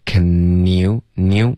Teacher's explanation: Can you 要连读舌尖要顶着上颚